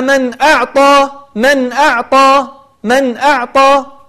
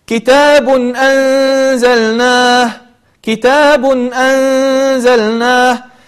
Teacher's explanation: أنتقل من التنوين أو من النون إلى حرف الهمزة من غير أن أقطع ولا أفصل ولا أسكت ولا أغن غنة بزيادة